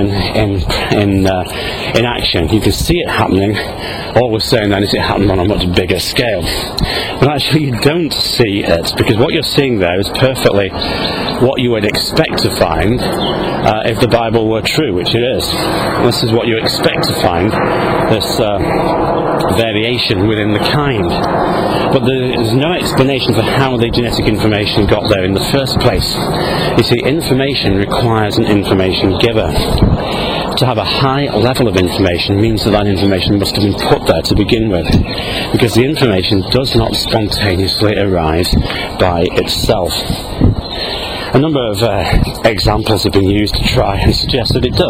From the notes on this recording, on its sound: while out walking his dog, Fraser.